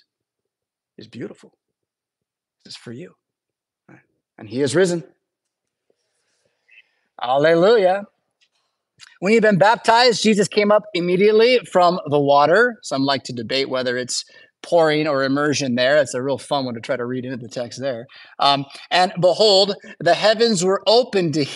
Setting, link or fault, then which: setting, large echoing room